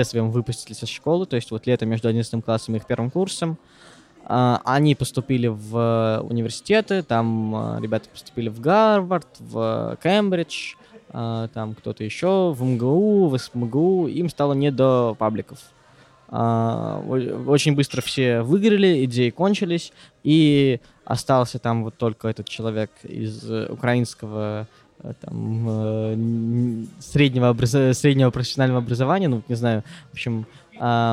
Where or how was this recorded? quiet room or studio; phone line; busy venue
busy venue